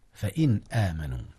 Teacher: أظهر نون إن قبل الهمزة فإن آمنوا، والهمزة طبعا من حروف الإظهار إذ هي حرف حلق